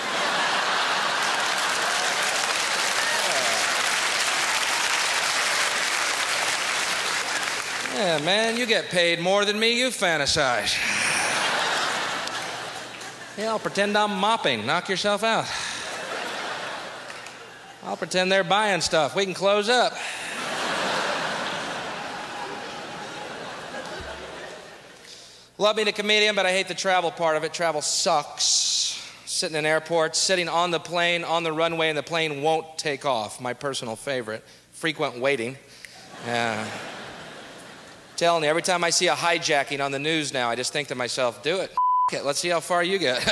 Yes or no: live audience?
yes